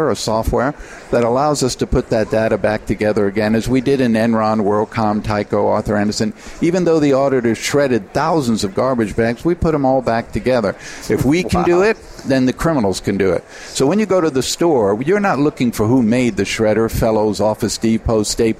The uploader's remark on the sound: The episodes were broadcast live in Experian Health’s booth (#3503). The episodes were broadcast live in Experian Health’s booth (#3503) at the The HIMSS17 Annual Conference and Exhibition.